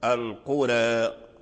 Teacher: القرى يعني إذا وقفنا عليها نميله · Term: الإمالة